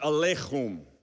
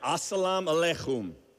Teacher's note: a guttural, so you got to kind of get it out of the throat, and like you're trying to clear your throat